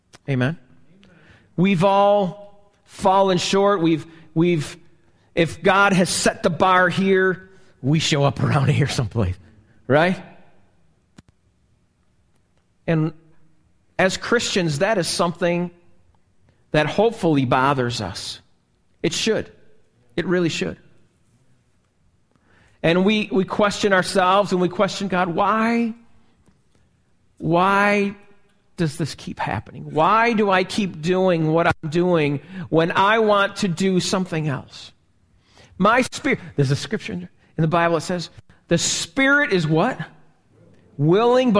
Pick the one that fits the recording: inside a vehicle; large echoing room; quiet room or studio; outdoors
large echoing room